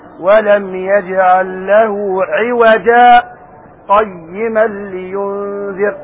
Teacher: أهم شيء تعلم أنها في ألف عوجة ماذا؟ سكتة لطيفة